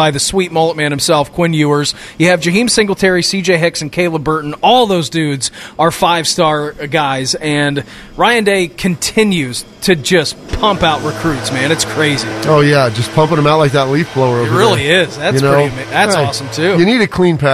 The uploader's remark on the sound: The guys were live from Kinsale Golf & Fitness Club this morning.